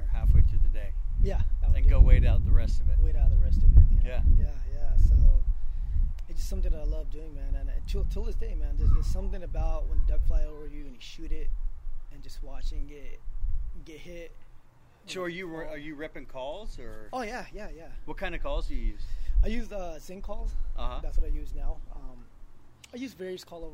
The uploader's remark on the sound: The audio is ridiculously low!